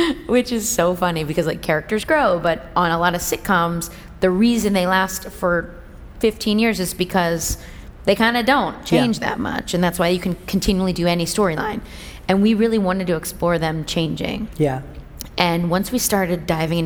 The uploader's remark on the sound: LIVE on the TED Conference stage